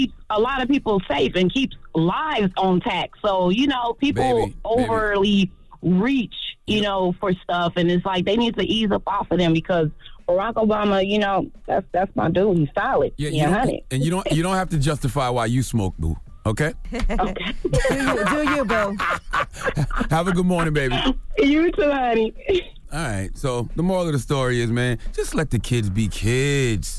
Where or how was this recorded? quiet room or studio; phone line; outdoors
phone line